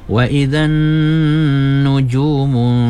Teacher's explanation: nun sabdu tu wajib gunnah, kena dua harkat gunnahnya, dengungnya ya